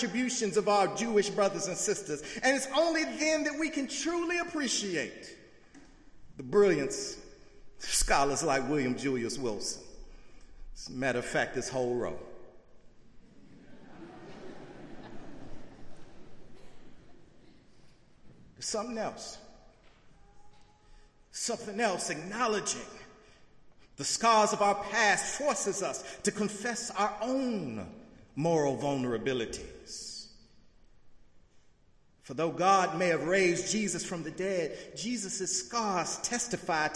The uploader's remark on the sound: in the Memorial Church.